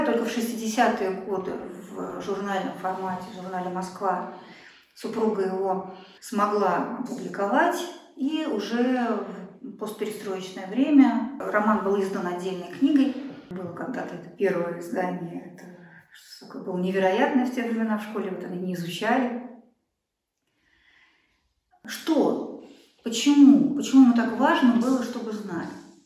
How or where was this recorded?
live audience